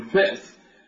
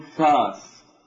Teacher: عندما يقولون فأس بنو تميم ينبرون يقولون فأس، بينما الحجازيون يقولون فاس